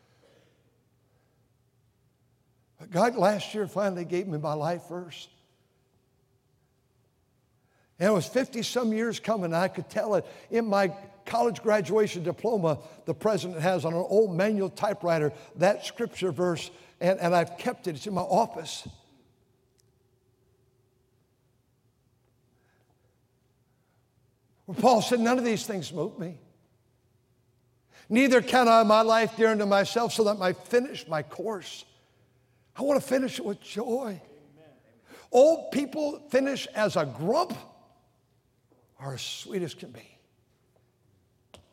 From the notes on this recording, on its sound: during the Sunday Morning service on March 19, 2023, at North Valley Baptist Church in Santa Clara, California.